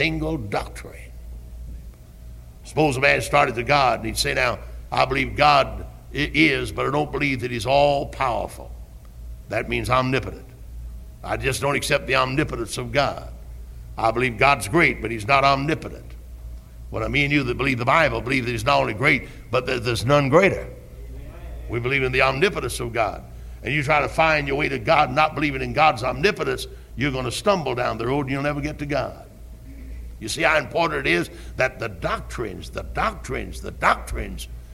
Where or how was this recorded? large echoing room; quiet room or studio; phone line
large echoing room